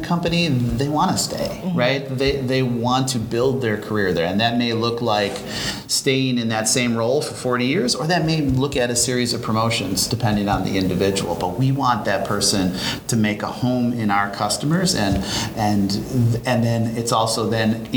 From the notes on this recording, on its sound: live at ANTEC® 2022